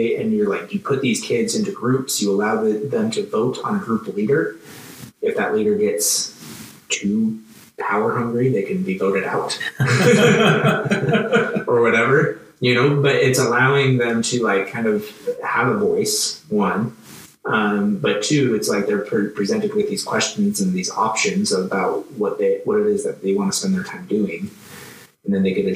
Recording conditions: poor microphone